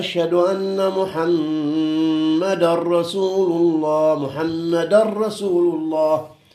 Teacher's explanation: يقول لأن التنوين الموجود على الدال في اسم محمد صلى الله عليه وآله زين صار في الراء فصار ثقيلة، ابتلعت التنوين الراء هذه، لما ابتلعتها صارت ثقيلة فصارت مشددة · Term: إدغام